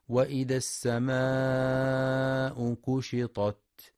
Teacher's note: ينتبه القارئ لمد السماء مدا متصلا بمقدار 4 أو 5 حركات، وينتبه لترقيق الكاف فلا يقرأ كشطت بالقاف، قشطت.